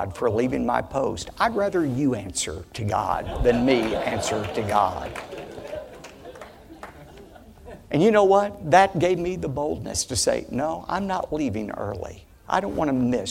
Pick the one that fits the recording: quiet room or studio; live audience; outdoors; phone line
live audience